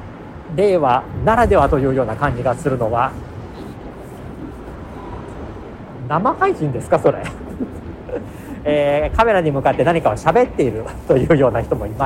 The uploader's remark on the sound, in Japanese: 現在の名古屋駅交差点。解体・撤去工事が始まっているモニュメント「飛翔」があった名古屋駅交差点にて収録しています。